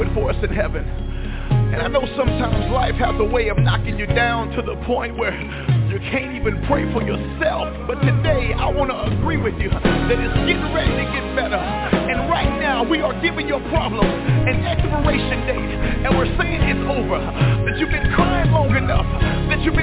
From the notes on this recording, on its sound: TNTSuperfantastic Conference Call